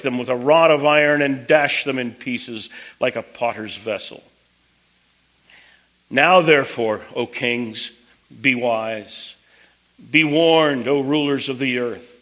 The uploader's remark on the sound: Preached at Twin Cities Bible Church, St. Paul, MN.